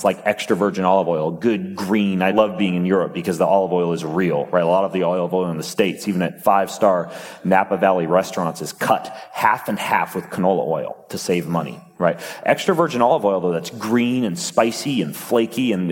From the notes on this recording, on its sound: On stage at Mindvalley University Tallinn.